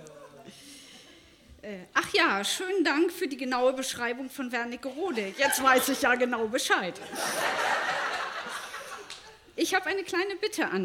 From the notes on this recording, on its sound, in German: Ausschnitte aus der Veranstaltung vom 12.10.2018 im Yoko, Hamburg. Liveshow am 12.10.2018 im Yoko, Hamburg. Heißen Dank an das Yoko, unser tolles Publikum.